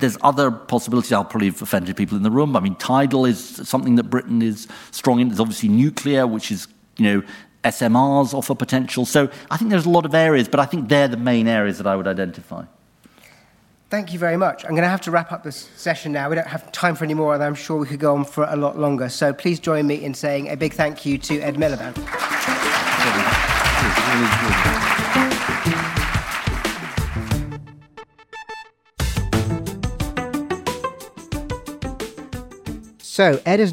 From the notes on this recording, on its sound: live on stage at London's Inclusive Growth Conference in partnership with the Centre For Progressive Policy